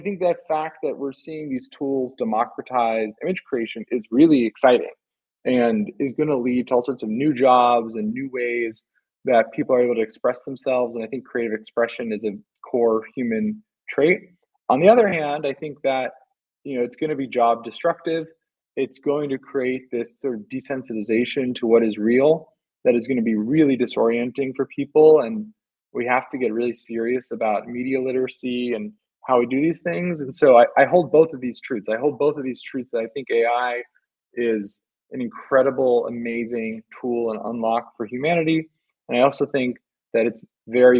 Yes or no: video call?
yes